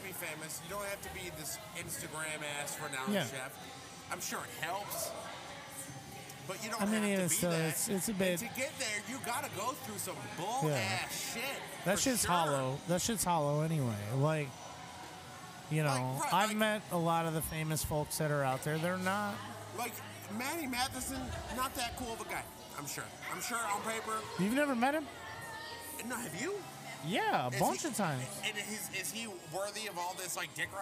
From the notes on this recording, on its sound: We sat down on location at Ricochet Tacos during their Tuesday of Terror Halloween event! Heads up, it’s a noise one.